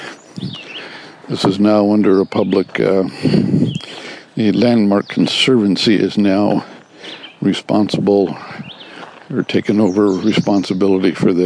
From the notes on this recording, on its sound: Walking along the Brownstone Trail here near our home in Bayfield, Wisconsin